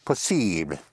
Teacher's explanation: With a light touch of the, hardly audible touch of the L